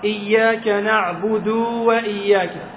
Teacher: أشبع ضمة حتى ولدت واوة